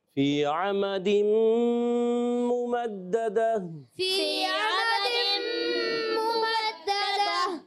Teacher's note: یالین اور یا مدہ میں فرق ہوتا ہے، یالین کو بغیر کھینچے بغیر جھٹکا دے نرمی سے مارو پڑھتے ہیں، اور یا مدہ کو ایک الف یعنی دو حرکات مقدار کھینچ کر پڑھتے ہیں